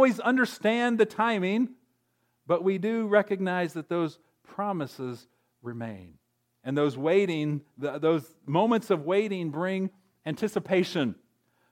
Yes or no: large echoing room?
yes